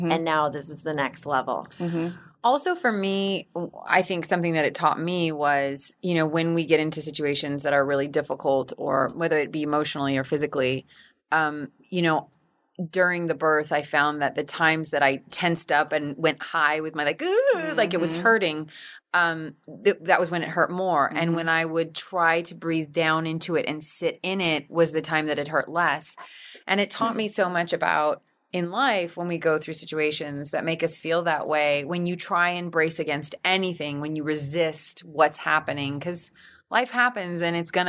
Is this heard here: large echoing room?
no